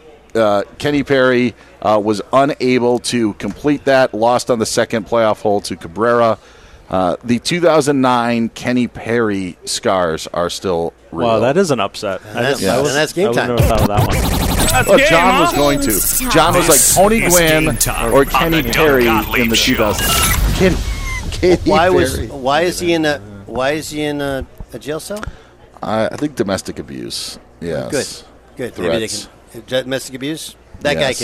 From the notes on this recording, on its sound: Live from the US Open at the Los Angeles Country Club!